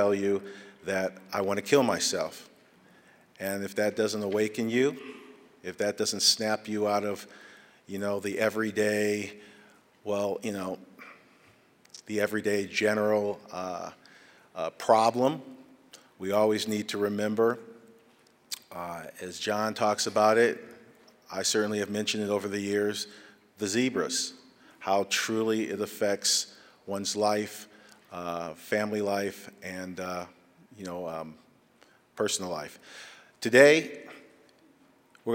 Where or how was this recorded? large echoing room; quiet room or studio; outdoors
large echoing room